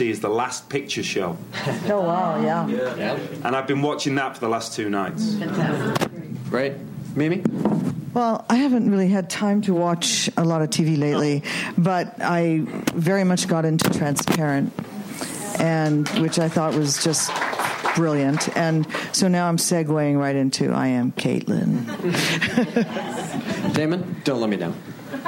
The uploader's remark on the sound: Recorded June 7, 2015 at ATX